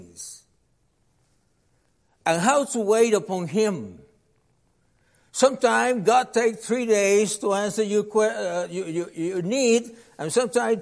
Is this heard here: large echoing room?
yes